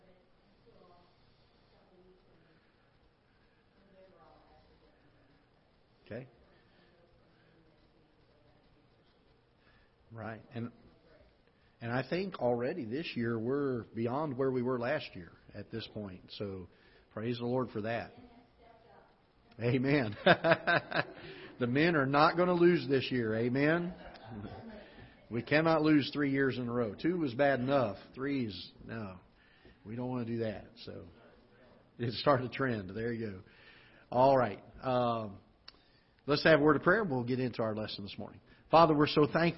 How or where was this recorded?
large echoing room